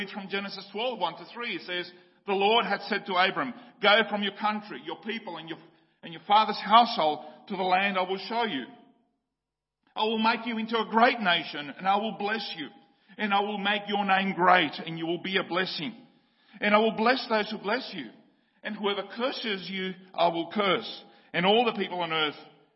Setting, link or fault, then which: setting, large echoing room